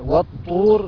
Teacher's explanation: نخلي بالنا واحنا بننطق كلمة الطور ان احنا نفخم حرف الطاء